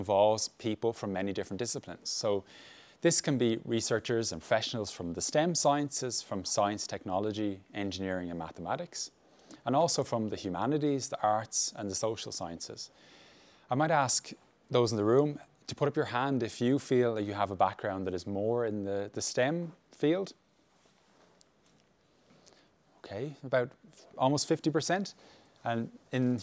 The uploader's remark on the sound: Talk to our live audience. Live Q&A.